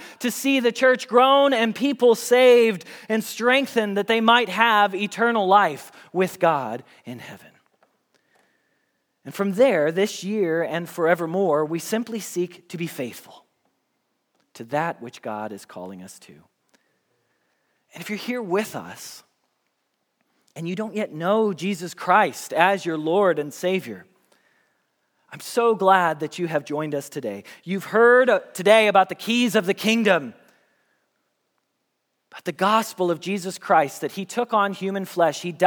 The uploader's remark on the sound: Message Preached at Valley Creek Church